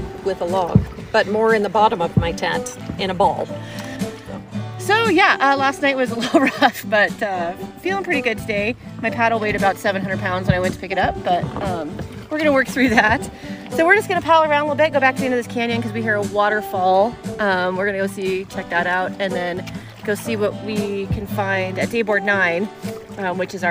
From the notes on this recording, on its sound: Kayaking Bighorn Canyon. In this episode, we hear excerpts from the audio journal recorded on their adventure.